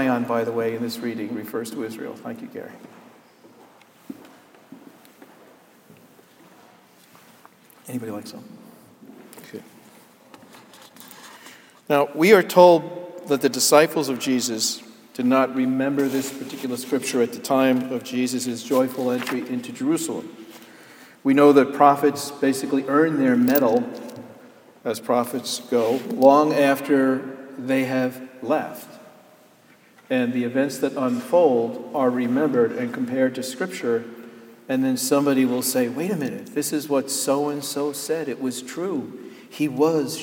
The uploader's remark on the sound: Sermon Delivered on Palm Sunday, Jan hus Presbyterian Church and Neighborhood House, NYC